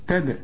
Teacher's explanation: نزاعة للشوى. تدعو كل دال ما دام عليها السكون قلقلها، تدع يعني اضرب لسانك في حلق بقك ونزله على طول هيحصل القلقلة للدال